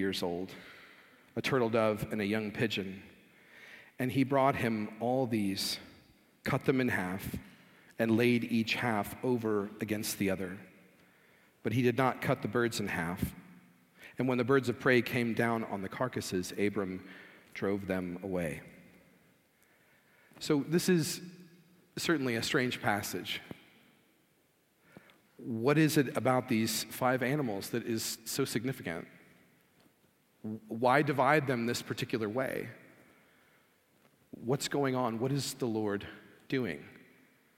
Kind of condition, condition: setting, large echoing room